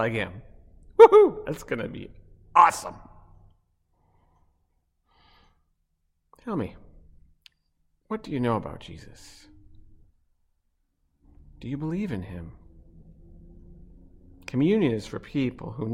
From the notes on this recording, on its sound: Online Good Friday service. Below you’ll find an audio only recording of our service.